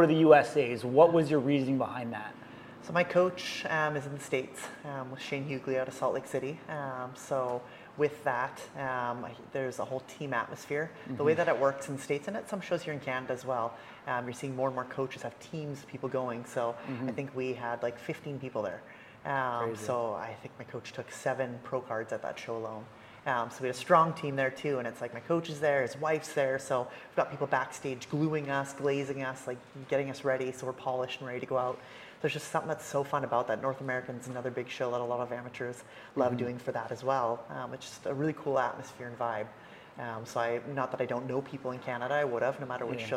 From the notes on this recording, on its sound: join us on location at Truth Gym Gallery in Victoria, BC